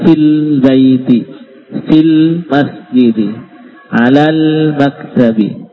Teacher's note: Tapi kalau ada kata-kata yang mendahului, ya, maka alif itu dilompati, ya, langsung ke lamnya